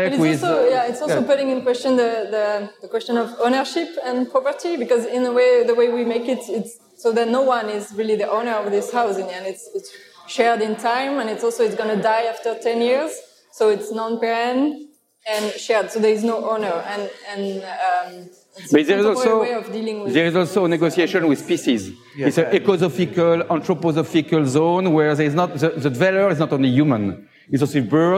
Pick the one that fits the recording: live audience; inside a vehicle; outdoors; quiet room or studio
live audience